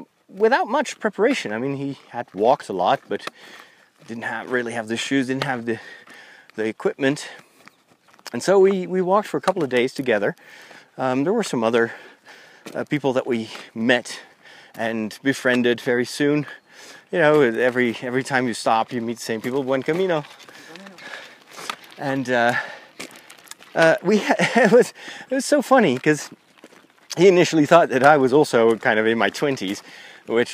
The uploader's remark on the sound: In this special episode recorded while walking the Camino.